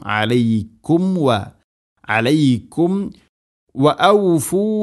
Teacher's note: മീമിനെ പൂർണ്ണമാക്കി അഥവാ രണ്ട് ചുണ്ടുകൾ തമ്മിൽ തട്ടിച്ച് കൃത്യമായിട്ട് മീമിനെ പൂർണ്ണമാക്കണം · Term: സാകിന മീമിന് ശേഷം വ